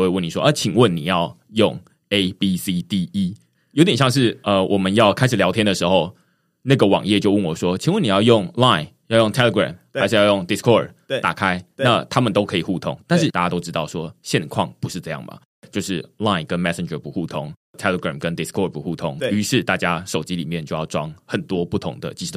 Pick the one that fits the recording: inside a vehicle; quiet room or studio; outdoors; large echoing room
quiet room or studio